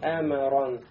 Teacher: Значит, говорим просто Эмрон. И не должно быть колькаля, то есть не должно быть колебания. · Term: мим с сукуном